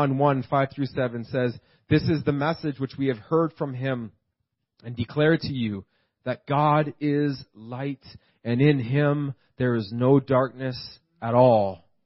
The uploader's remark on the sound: This message was preached at Freedom Life Church in Kitchener Ontario.